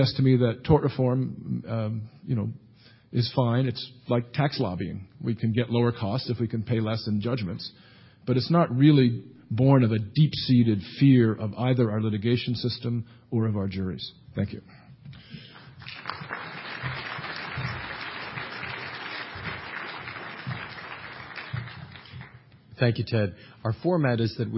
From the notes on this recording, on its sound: Presented this panel discussion at the 2007 Annual National Lawyers Convention on November 16, 2007. The Federalist Society's Litigation and Professional Responsibility Practice Groups presented this panel discussion at the 2007 Annual National Lawyers Convention.